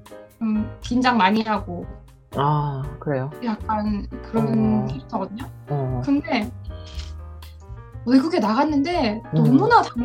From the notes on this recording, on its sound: Sorry about the poor sound quality.